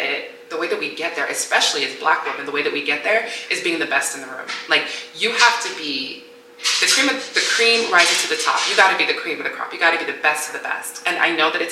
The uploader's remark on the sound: My external drive died so my audio wasn't moved to my laptop. Because of this, my noise cancelling was not working at all! Also, my dryer was going OFF during this episode so you may hear some tumbling.